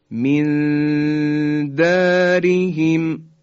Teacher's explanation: ما نون رو مخفی میکنیم، میبریم در ابتدای مخرج دال، اما در این دو حرکتی که ما میخوایم انجام بدیم دال رو تلفظ نمی کنیم.